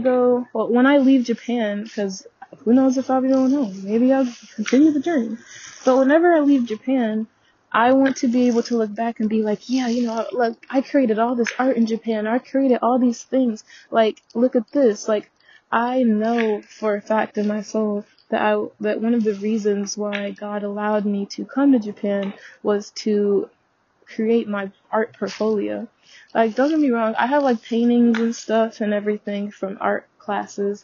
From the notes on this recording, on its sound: The audio in this episode may be a bit muffled as I was on a walk and had forgot that I still had my headphone connected.